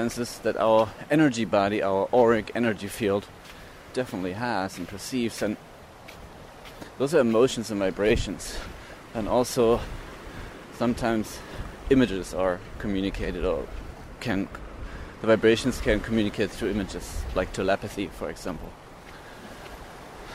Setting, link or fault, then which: setting, outdoors